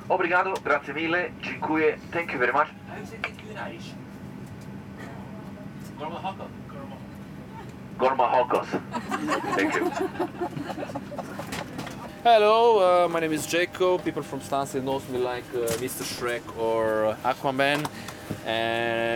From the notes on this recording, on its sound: We walk the streets of London, England, searching for, then finding, people, conversations, and sounds.